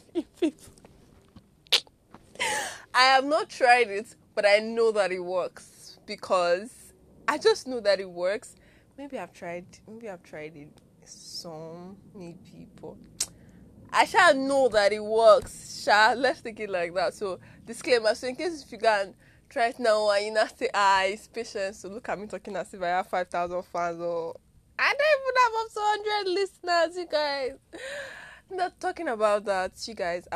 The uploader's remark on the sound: ignore any background sound